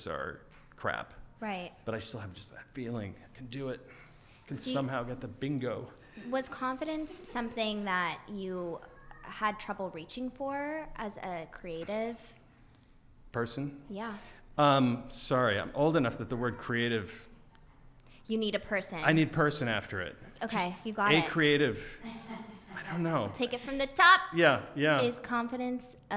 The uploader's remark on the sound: We turn the questions over to the audience around 37:00 minutes in!